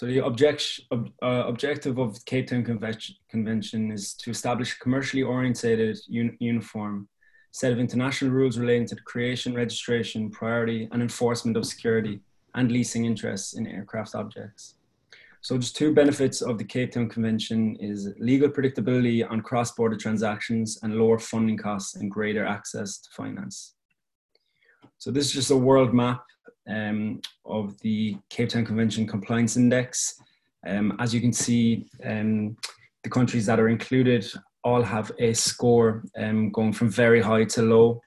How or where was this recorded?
video call